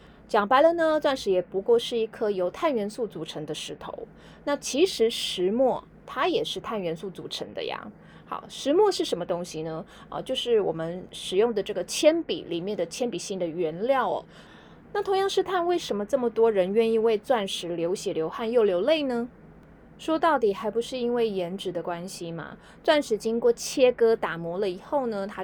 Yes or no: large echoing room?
no